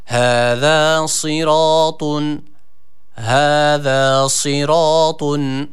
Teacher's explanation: Sat harfi kalın bir harftir. Esre harekesi aldığı için de ı-ı arası bir sesle.